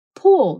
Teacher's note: Também praticamente não há diferença entre vogais curtas e longas. Então, palavras como pull, que significa puxar, podem acabar tendo a mesma pronúncia de pool